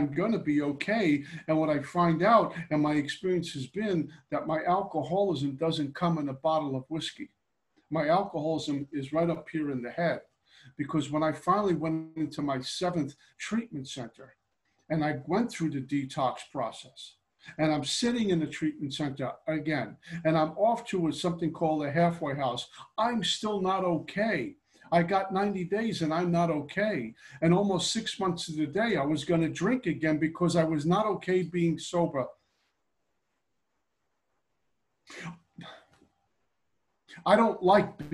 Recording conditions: video call